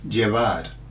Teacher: When I'm listening to your V as a B, yeah, it's not a solid, like a British B. It's not that strong. Yeah. It's kind of in between.